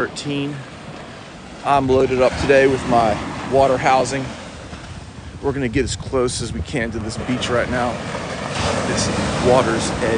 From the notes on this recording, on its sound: A live TikTok beach monologue from the scenic sunrise at Wrightsville Beach. In this episode, I take you on a live journey through TikTok, capturing the mesmerizing sunrise over the ocean. The discussion intertwines with live photography, capturing the breathtaking moments of the morning.